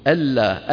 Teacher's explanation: أن لا، لكنها كتبت كلمة واحدة على نية الإدغام، لأن النون الساكنة تدغم في اللام فتصير ألا، وإلا فأصلها أن لا